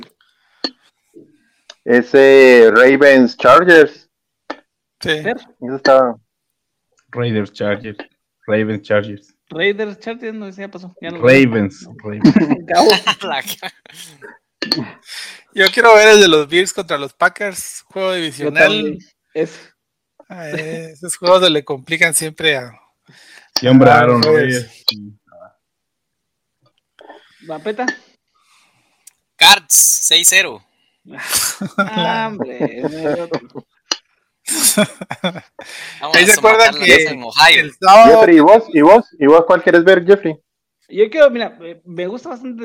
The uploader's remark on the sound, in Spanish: Las disculpas del caso por cualquier inconveniente en el audio, este es un programa que se trasmite en vivo via Facebook y YouTube